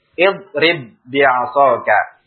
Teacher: Ketika ada ba juga setelahnya dan berharokat, kita baca idrib bi'asaka tanpa qalqalah. Karena dia harus diidghamkan, wajib diidghamkan.